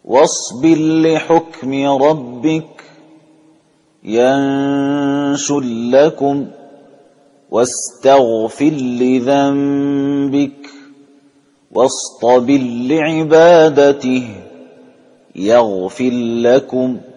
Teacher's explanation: إذن خلاصة هذا الأخير أنه الدوري عن أبي عمرو البصري بخلف عنه والسوسي بلا خلاف أدغم الراء المجزومة في اللام